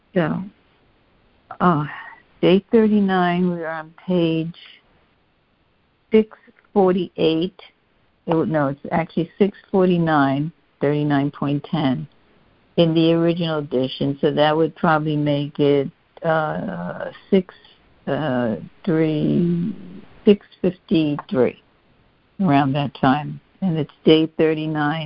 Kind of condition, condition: link, phone line